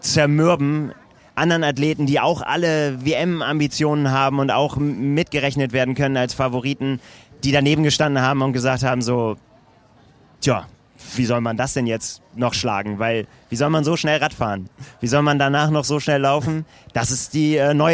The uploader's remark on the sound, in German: live aus der Anmeldeschlange